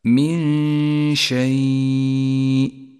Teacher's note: جاء بعد الإدغام مباشرة حكم الإخفاء عند قوله تعالى من شيء، النون الساكنة جاء بعدها حرف الشين، والواجب هنا أن نخفي النون بالشين مع بقاء غنة للنون زمنها حركتان من غير تشديد لحرف الشين، أي هكذا من شيء، ولذلك لونت النون باللون الأخضر إشارة إلى الإخفاء وموقع الغنة.